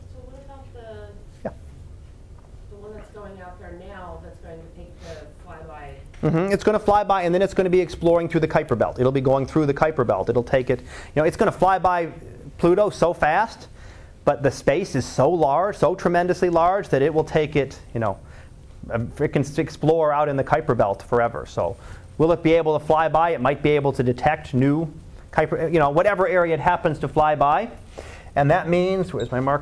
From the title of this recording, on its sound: Live Class Lecture